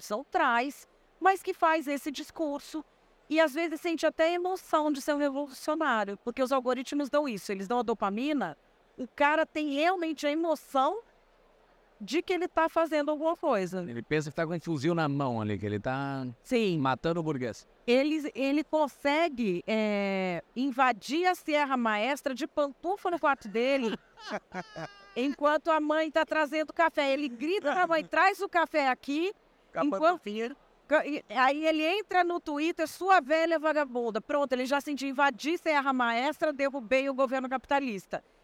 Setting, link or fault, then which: setting, busy venue